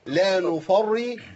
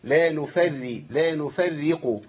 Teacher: الراء هنا مشدده بالكسر · Shown in: second take